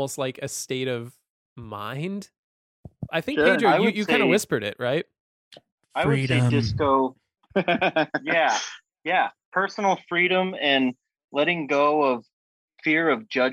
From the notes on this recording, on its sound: Zooming in all the way from poolside in Palm Springs